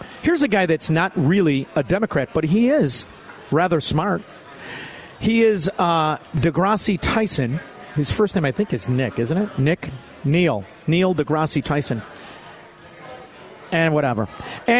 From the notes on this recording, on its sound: LIVE from Chicago Prime Italian in Schaumburg!